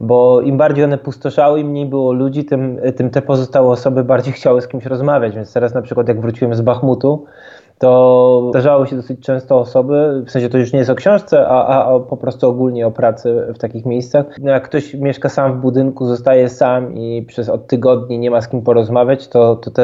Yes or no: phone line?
no